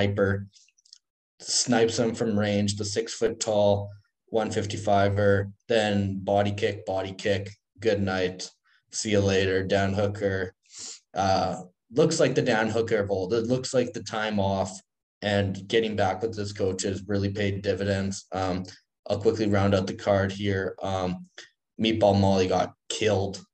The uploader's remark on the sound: Another episode, another zoom call.